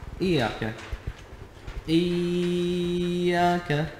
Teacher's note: المد أكثر من حركتين بعد الياء